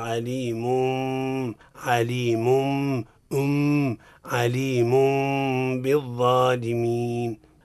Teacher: والقلب عند الباء بغنة · Term: إقلاب